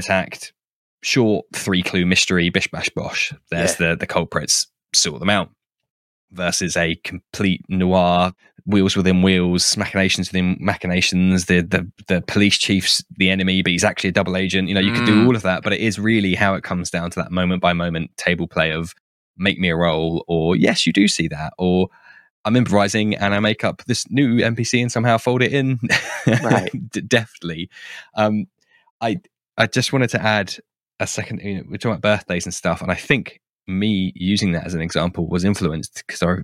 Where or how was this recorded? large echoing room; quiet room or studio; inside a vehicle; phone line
quiet room or studio